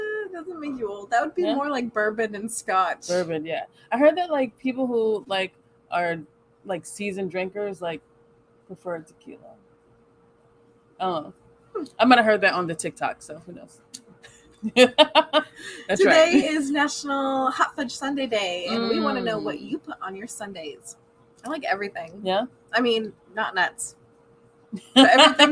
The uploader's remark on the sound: We're recording from Buckies Biscotti in Dennis Port!